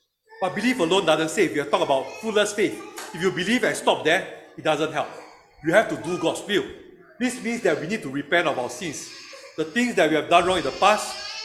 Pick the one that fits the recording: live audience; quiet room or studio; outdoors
live audience